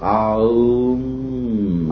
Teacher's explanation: The Hindus use the word Om, which would be spelled out A-U-M, because the letter A-R is in the back of the throat. You push it through the vowel to Aum, and M is at the lips.